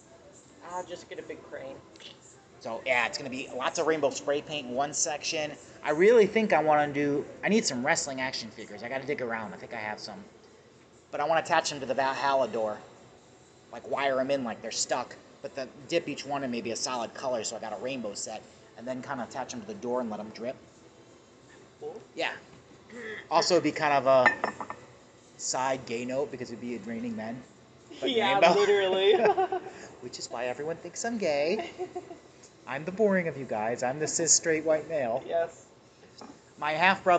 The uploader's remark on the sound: A sit down at Lagano's Cafe (Eastlake, OH)